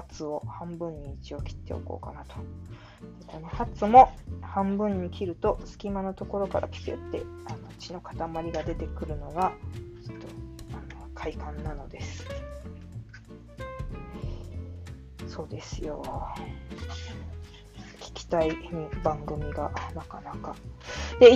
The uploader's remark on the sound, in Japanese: 料理しながら録音。録り忘れていたので夜ごはんを作りながらの収録に挑戦。鳥もつ煮を作っています。